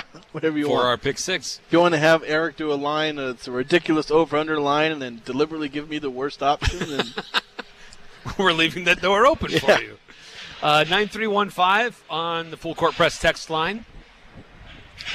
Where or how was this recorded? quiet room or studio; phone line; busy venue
busy venue